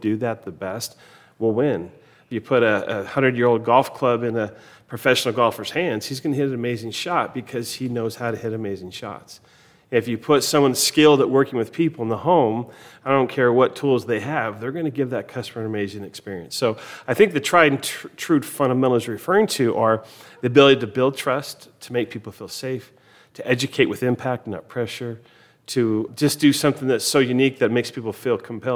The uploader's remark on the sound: live from Caesar's Palace in Las Vegas at EPIC 2023